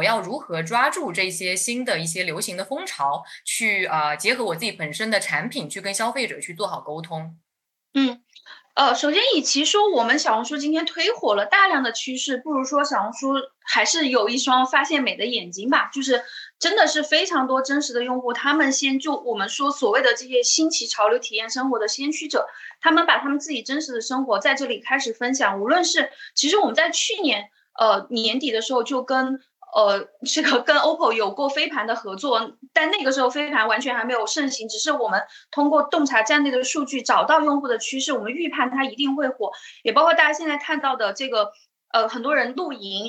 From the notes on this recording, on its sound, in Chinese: 本期内容是CBNData「新消费“真”言·系列云上对谈」圆桌对谈第三场直播实录。